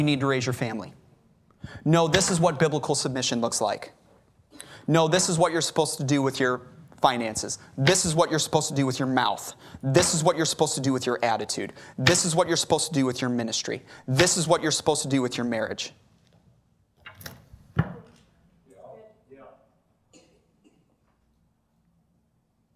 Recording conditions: large echoing room